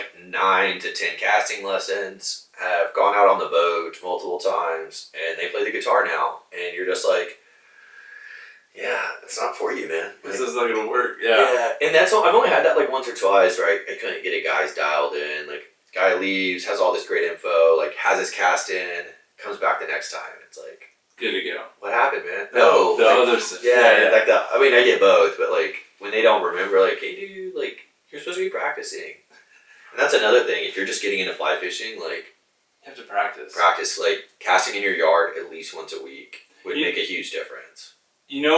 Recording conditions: poor microphone